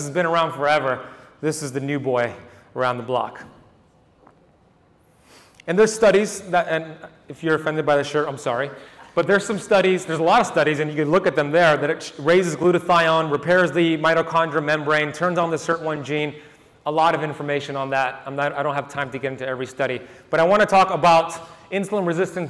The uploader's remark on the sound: 2023 Hybrid Health Summit Keynote Lecture. The keynote lecture from my appearance at the 2023 Hybrid Health Summit in Miami, FL.